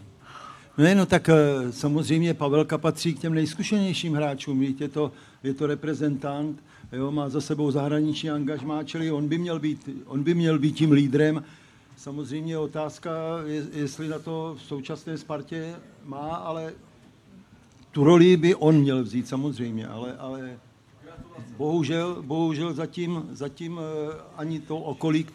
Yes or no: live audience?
yes